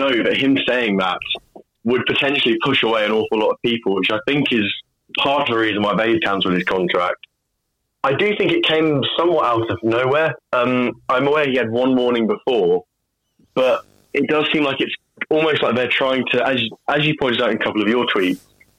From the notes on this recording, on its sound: Listeners call in to talk about rugby.